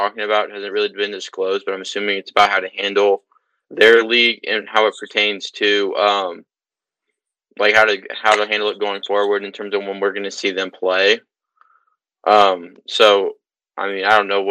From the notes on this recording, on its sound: In a phone interview